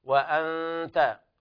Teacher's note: وأنت هنا جاء حرف إخفاء النون بعد عندها التاء، جاءت التاء بعد النون الساكنة وجب إخفاء النون إخفاء حقيقيا